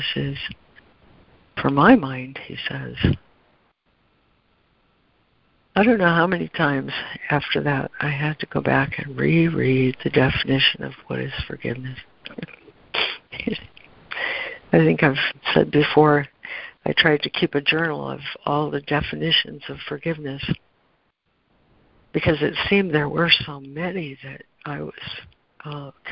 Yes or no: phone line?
yes